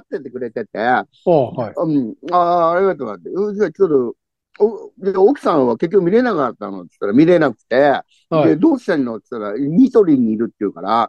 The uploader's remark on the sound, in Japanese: ZOOMで収録